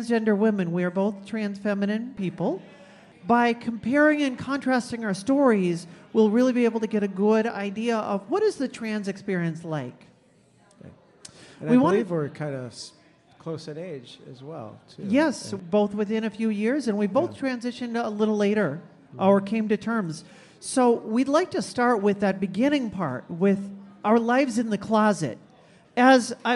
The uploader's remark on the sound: This podcast was recorded before a live audience at the PRIDEducation event, sponsored by Rainbow Alliance Advocacy in Appleton, WI.